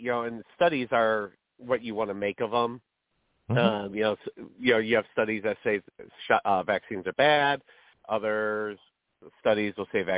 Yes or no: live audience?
no